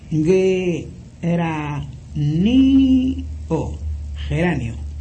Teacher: la G suena siempre suave y cada vocal forma una sílaba